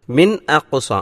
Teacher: മിൻ എന്നവിടെ വ്യക്തമായി പാരായണം ചെയ്യണം, കാരണം അതിനുശേഷം ഹംസാണ് വന്നിട്ടുള്ളത്